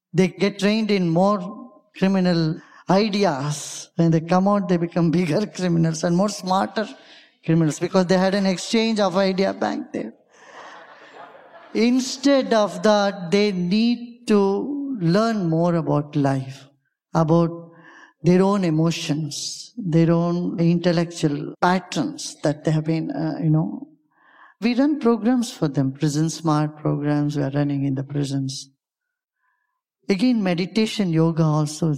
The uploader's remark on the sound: Live from Mindvalley's stage